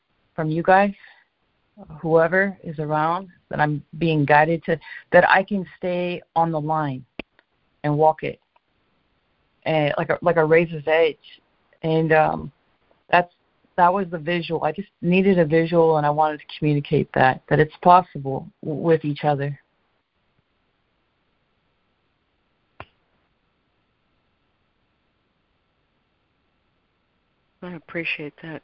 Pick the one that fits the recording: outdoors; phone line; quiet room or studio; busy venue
phone line